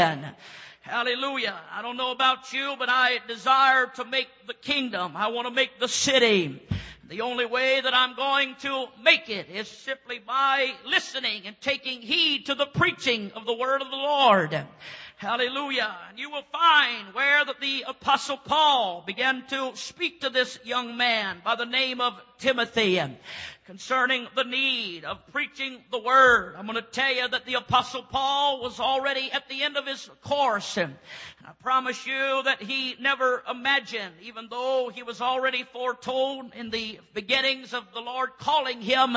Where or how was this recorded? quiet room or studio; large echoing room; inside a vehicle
large echoing room